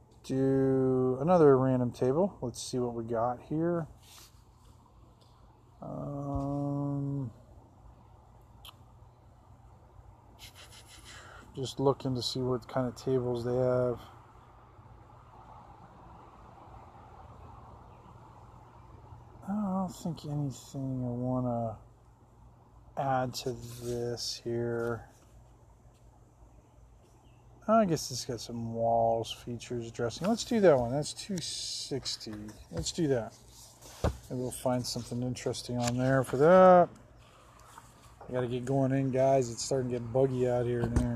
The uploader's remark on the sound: on the Back Deck